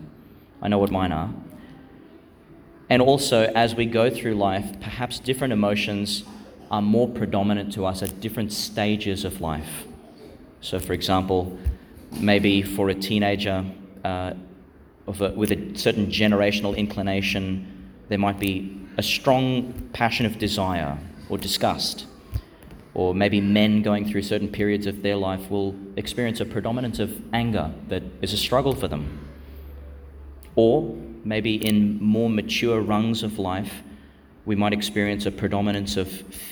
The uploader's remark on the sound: Homily for Fifth Sunday (of Year A) in Lent, 2022, delivered in Our Lady Star of the Sea, Gladstone, Qld.